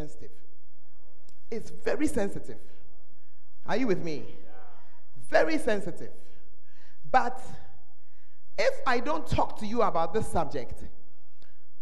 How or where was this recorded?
large echoing room